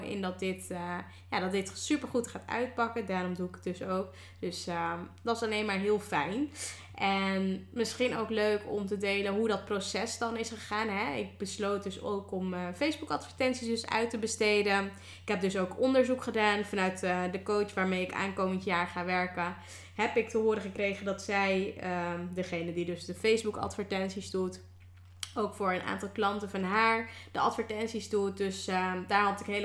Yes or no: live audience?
no